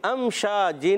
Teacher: شین ادا ہوتا ہے زبان کے درمیان تالو کے درمیان سے